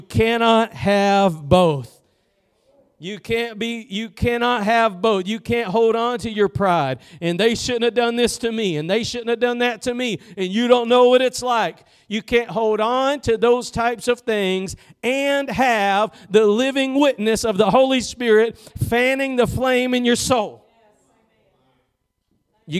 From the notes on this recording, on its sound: Preached at Gospel Lighthouse in Bossier City, La.